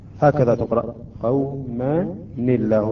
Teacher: إلى الحرف الأول، هنا قوما نون ساكنة، وهنا أيضا لا ساكنة، إذا لا نستطيع أن نقرأ حرفين ساكنين، فهنا نعطي كسرة إلى النون قوما نلا، هكذا تقرأ قوما نلا، لأن السكون يذهب، هذه الكسرة · Term: كسرة عارضية